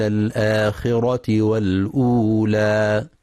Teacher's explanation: يخطئ من يقرأ فأخذه والآخرة بتفخيم الهمزة، والصواب ترقيقها